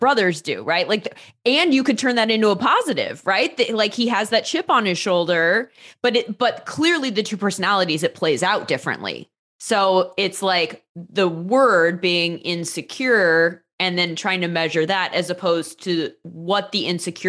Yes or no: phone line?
no